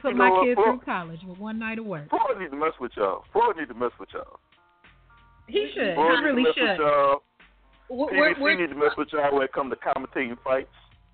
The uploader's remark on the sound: Hold down the desk and open the phone lines to the listeners.